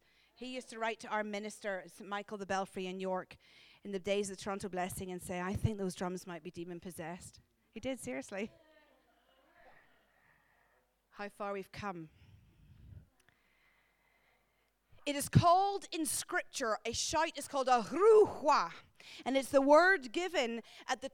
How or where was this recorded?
large echoing room